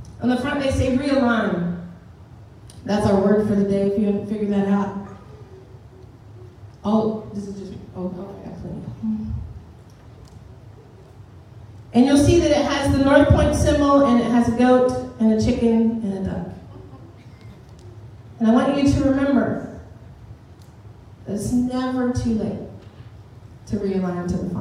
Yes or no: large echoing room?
yes